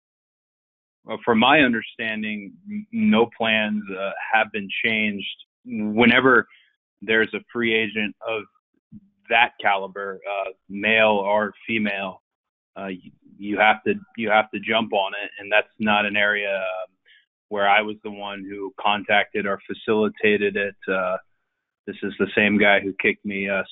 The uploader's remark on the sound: Media Conference Call.